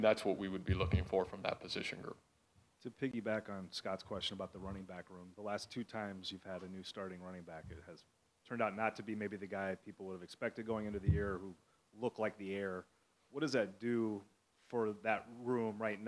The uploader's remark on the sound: football media day press conference